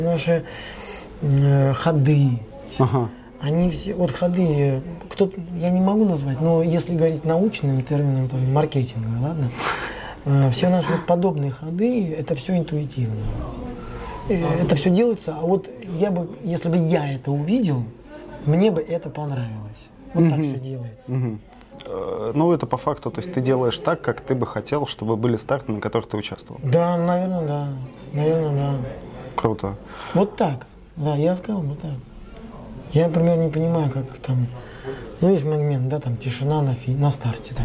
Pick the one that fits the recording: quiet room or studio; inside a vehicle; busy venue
busy venue